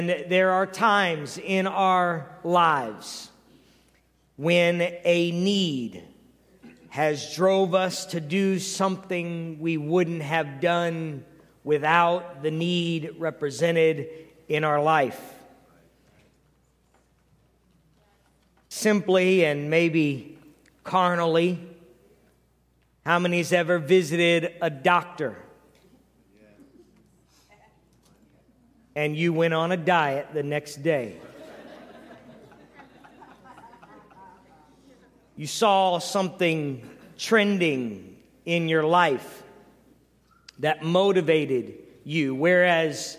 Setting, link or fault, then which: setting, large echoing room